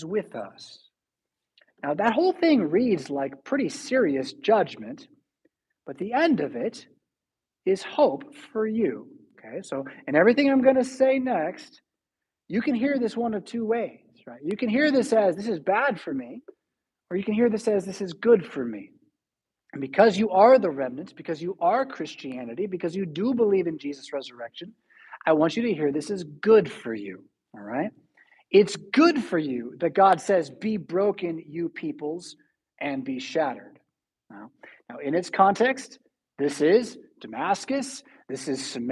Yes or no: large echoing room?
yes